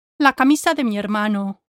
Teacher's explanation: When words are not stressed within a group of words, they're often said without gaps between them and tend to sound like one long word.